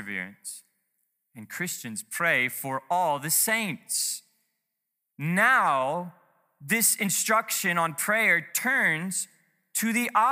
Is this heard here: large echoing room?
yes